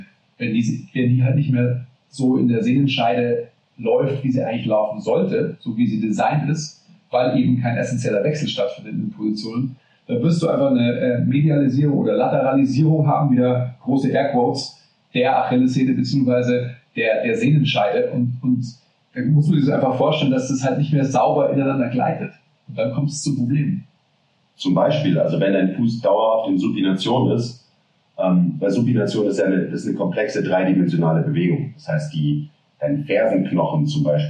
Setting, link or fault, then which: fault, poor sound quality